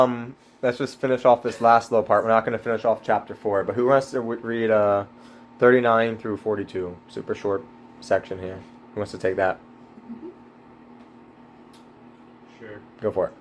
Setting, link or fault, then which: fault, poor sound quality